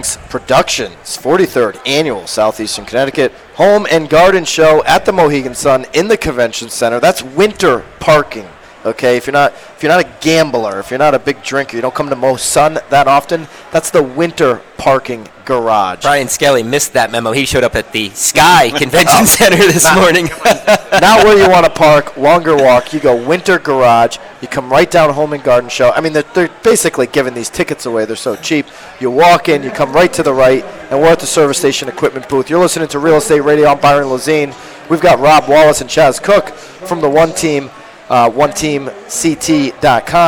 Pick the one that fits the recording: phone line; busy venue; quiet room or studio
busy venue